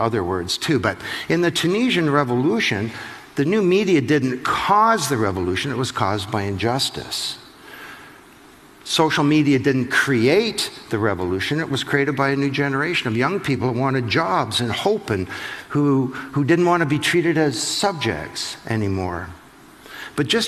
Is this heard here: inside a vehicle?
no